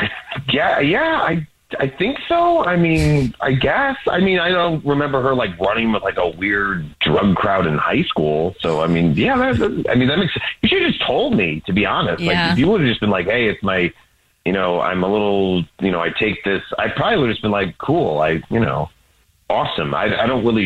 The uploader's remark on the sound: on the phone for this First Day Follow Up